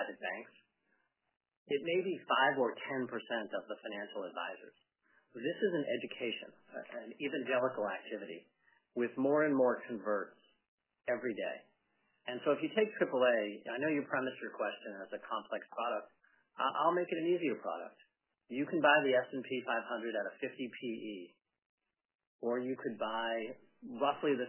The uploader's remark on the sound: 3Q’23 Apollo Global Management, Inc. Earnings Conference Call.